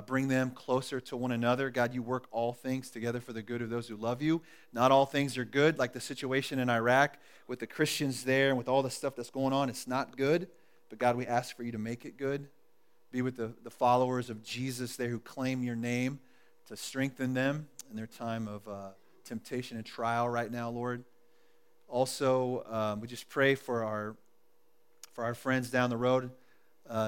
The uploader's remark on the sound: recorded at The Calling Community Church locate in Platte City, Missouri